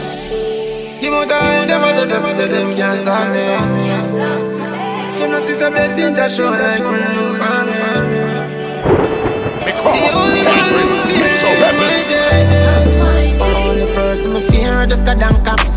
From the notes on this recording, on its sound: waffle factory happy hour ( no mic )